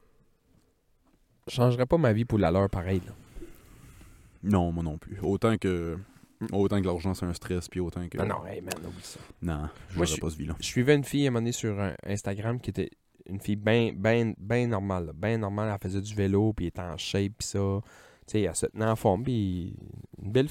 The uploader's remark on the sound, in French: il vente à tout défaire et on s'excuse pour la qualité du son